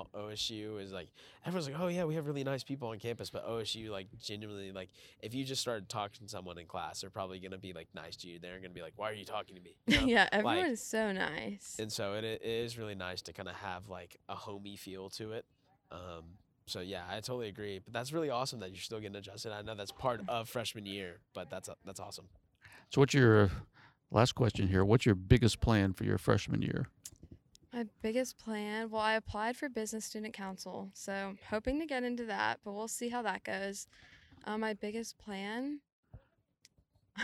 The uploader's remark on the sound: take the podcast outside of the Spears School of Business to talk with students